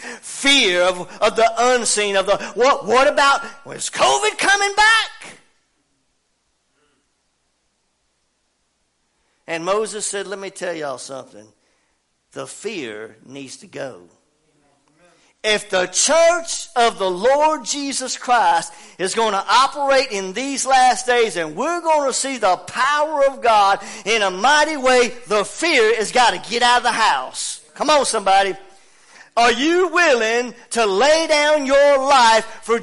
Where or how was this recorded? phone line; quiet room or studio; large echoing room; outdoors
large echoing room